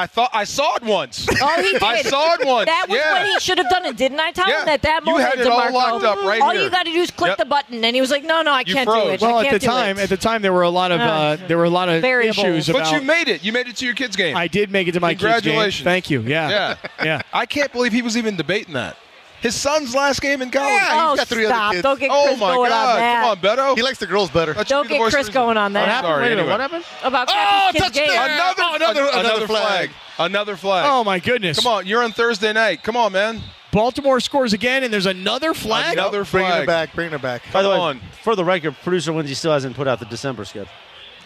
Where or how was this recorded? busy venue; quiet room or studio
busy venue